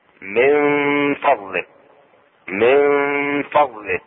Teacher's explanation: اخفاء النون الساكنة في الفاء مع الفاء مع الغنة.